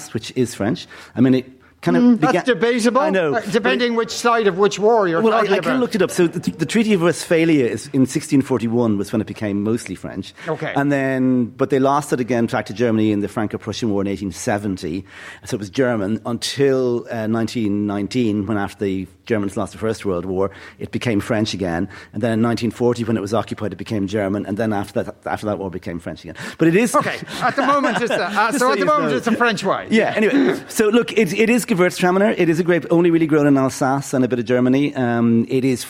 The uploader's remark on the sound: Movies and Booze: LIVE from Newpark Hotel. LIVE from Newpark Hotel in Kilkenny.